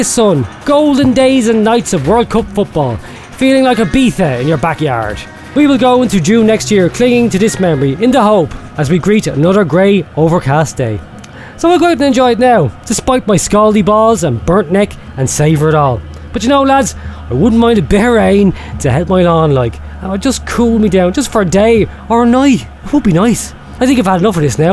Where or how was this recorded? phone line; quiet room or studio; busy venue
busy venue